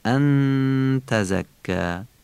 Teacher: نون رو کشیده یعنی با قنه تلفظ میکنیم، ان تزکا. زی زنبیلی هم دقت کنید نوک زبونی نشه، تزکا، کاف مشدد تزکا تیز تلفظ میشه و الف آخرم که فصیح و به صورت ای کشیده خوانده میشه، تزکا.